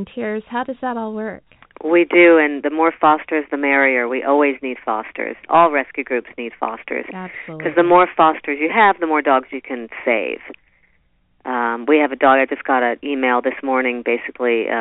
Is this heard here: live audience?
no